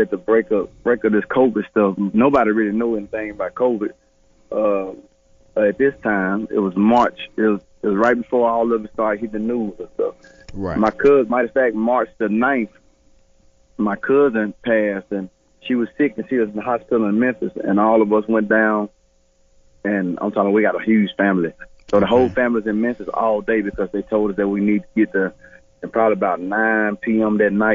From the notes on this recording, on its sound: Phone interview.